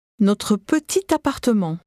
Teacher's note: Notice the liaison here before appartement.